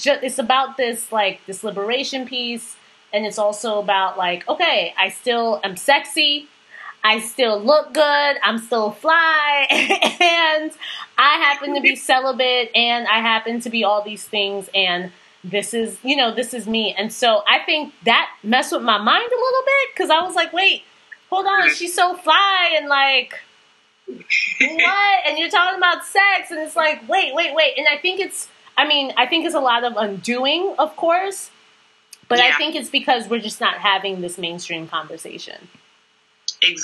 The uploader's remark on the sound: EXCUSE THE SOUND QUALITY ISSUES!